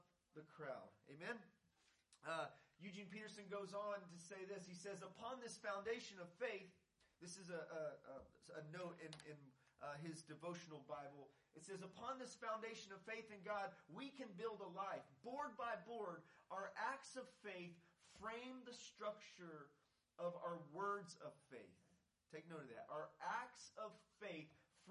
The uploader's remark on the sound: This is a podcast from primarily sermons preached at City Church Garland.